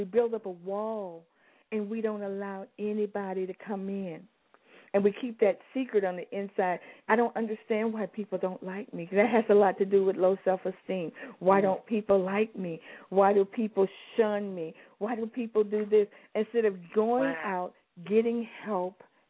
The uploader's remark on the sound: we will be having our female guest to call